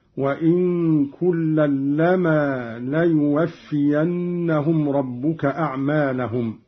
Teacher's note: قرأ قالون بإسكان النون مخففة ويصير عنده إخفاء حقيقيا. لما بتخفيف اللام هكذا.